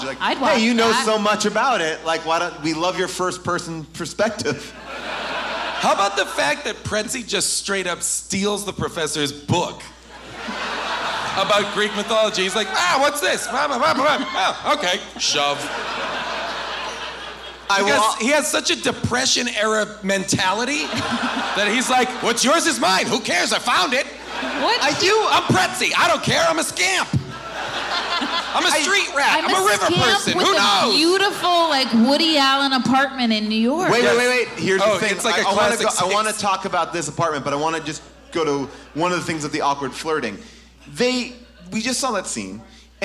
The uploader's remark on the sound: Recorded LIVE from Irving Plaza in New York